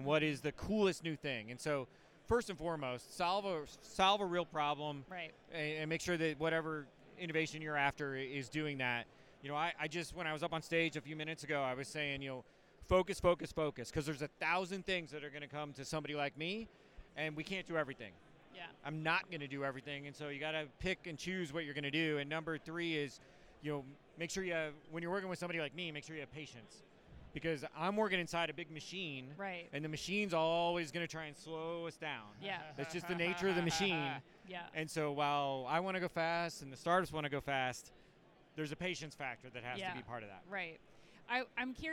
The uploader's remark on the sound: Live From Manifest 2024